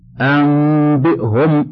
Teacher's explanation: كيفيته: وكيفية الإقلاب كما يظهر من تعريفه تتحقق بأمور ثلاثة، وهي: واحد، قلب النون الساكنة أو التنوين ميما. اثنان، إخفاء النون في الباء. ثلاثة، الغنة مع ذلك الإخفاء